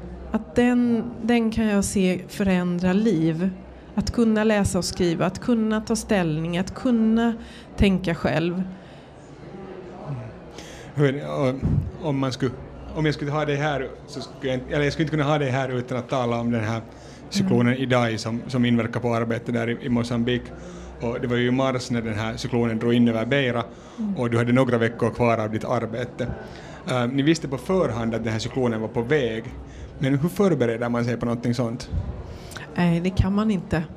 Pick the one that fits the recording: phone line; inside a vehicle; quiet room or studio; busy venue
busy venue